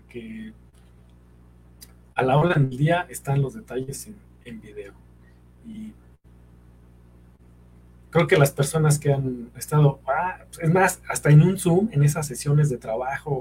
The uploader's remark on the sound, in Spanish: La transmisión en vivo salió mal